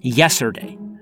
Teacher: The T always goes missing.